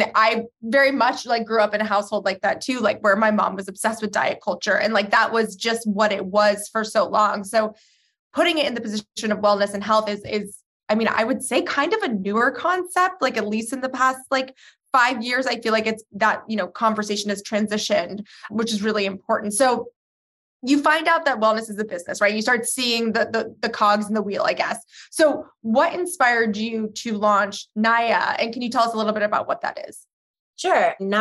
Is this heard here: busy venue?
no